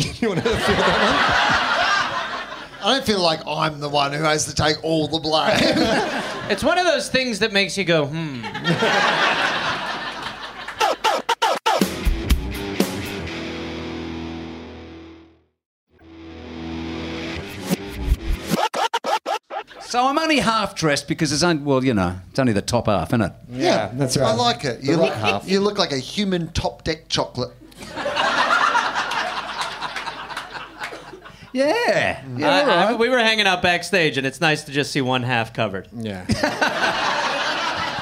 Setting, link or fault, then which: setting, live audience